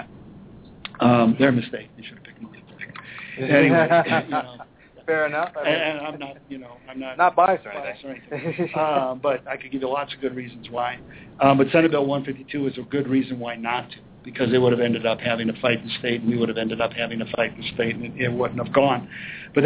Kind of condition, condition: setting, busy venue